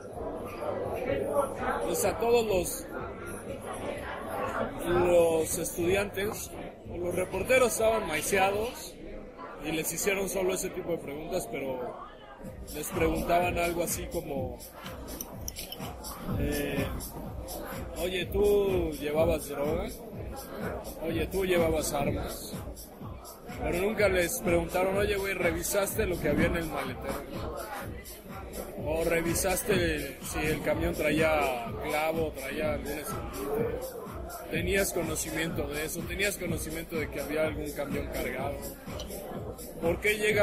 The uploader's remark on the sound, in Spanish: Salimos con grabadora a la calle y grabamos mientras nos recetábamos unos cocteles coquetos y una carne al carbón.